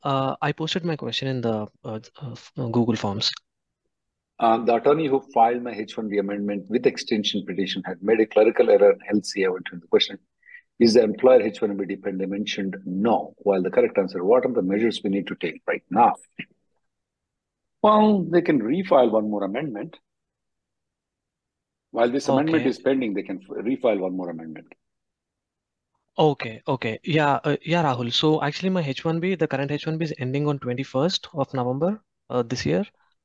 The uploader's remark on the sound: Conference Call Nov 16th 2023